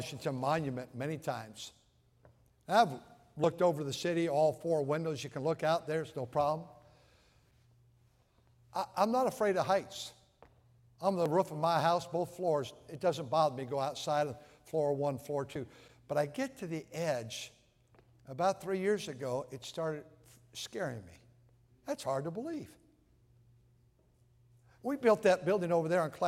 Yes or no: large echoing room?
yes